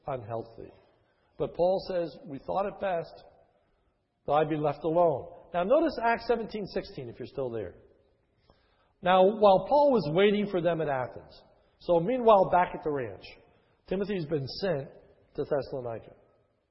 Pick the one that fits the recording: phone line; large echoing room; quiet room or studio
large echoing room